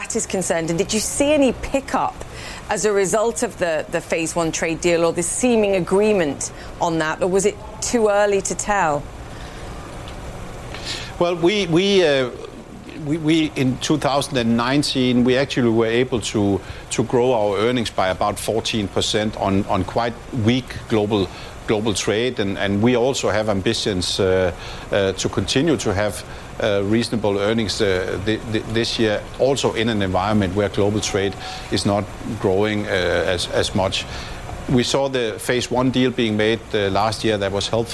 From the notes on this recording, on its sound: live from the New York Stock Exchange